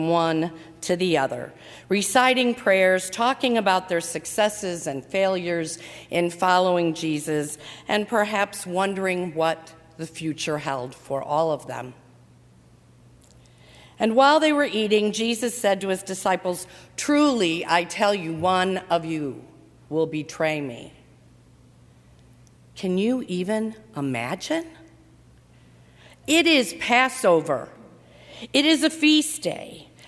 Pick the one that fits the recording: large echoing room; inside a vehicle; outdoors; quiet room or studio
large echoing room